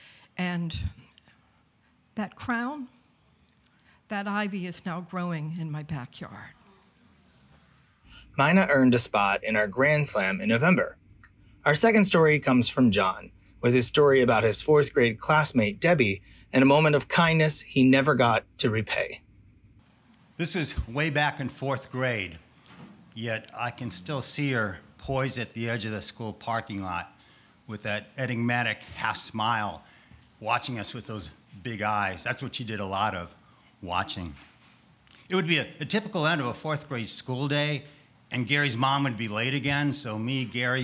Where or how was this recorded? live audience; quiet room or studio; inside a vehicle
live audience